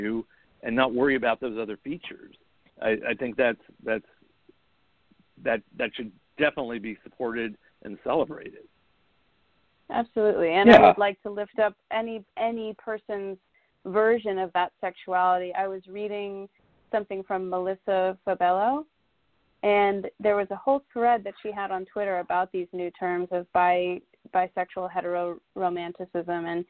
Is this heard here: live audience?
no